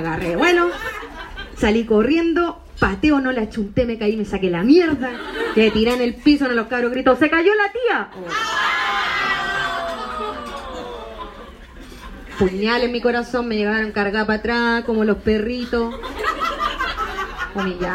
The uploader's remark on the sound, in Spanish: Este es el audio de un show en el que probé chistes. No es pulcro, ni pretende serlo, algunos chistecitos funcionaron, otros no, es una foto de un show, de un momento, para ti, con errores, fomeos y todo.